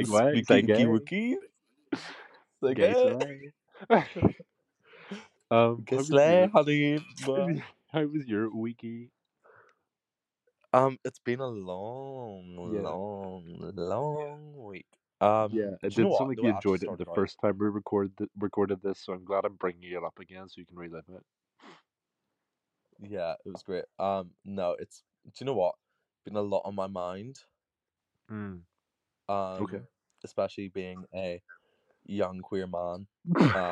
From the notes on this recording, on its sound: with the help of some technical difficulties